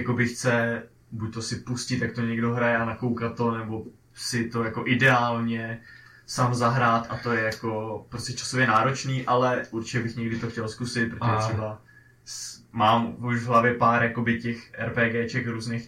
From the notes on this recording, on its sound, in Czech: Zároveň bychom chtěli upozornit a omluvit se za zhoršenou kvalitu zvuku. Nezkontroloval správné zapojení mikrofonu a díl byl nahraný na špatný mikrofon.